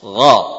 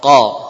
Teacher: Memang lebih dalam ghain karena dia sudah berada di daerah tenggorokan. Namun dekat dengan pangkal lidah.